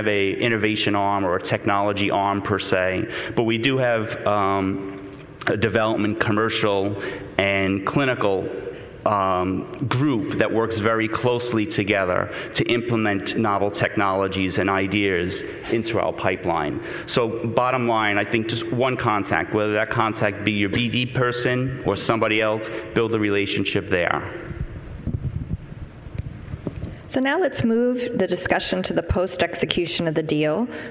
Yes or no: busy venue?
yes